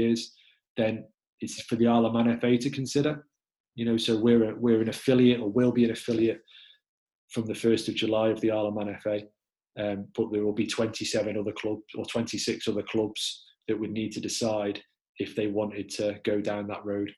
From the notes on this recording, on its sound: Q&A session the Sporting Club carried out on Facebook LIVE.